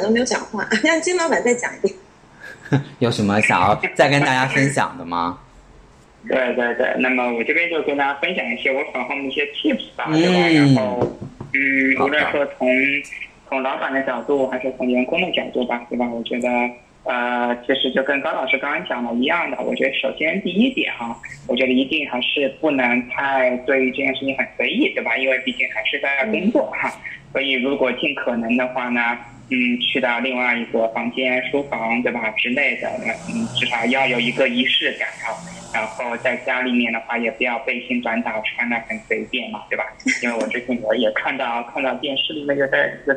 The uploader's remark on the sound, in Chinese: 第一次远程录音实验成功（超激动）！